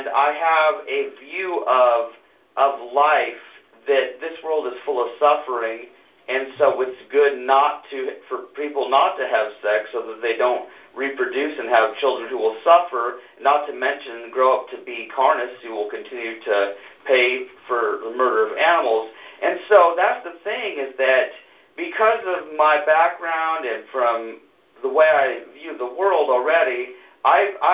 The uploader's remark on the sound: This episode is the audio of a conference call over the phone that was recorded some time in August 2018.